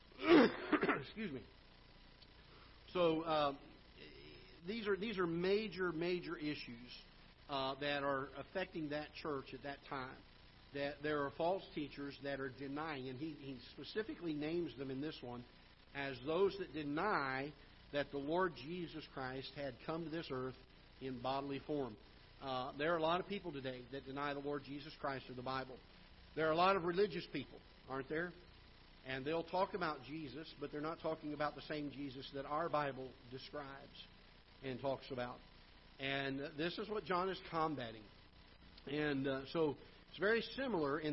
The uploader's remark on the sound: Ketha Heights Baptist Church ~ Live Broadcast